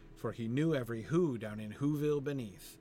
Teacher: it's very rare that the word Who is not stressed in the line anyway